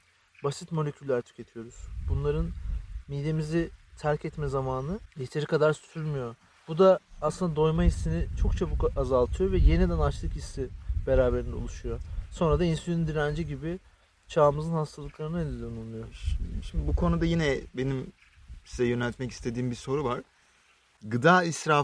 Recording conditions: wind noise